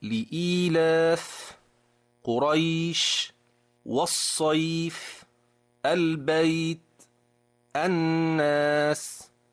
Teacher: إن قلت لك مثلا كلمة لإيلاف قريش والصيف البيت الناس، لاحظ معي، لإيلاف آخر حرف الفاء، قريش الشين، الصيف الفاء، البيت التاء، الناس السين. هل لاحظت الهواء الذي يخرج مع الفاء والشين والصاد والتاء والسين؟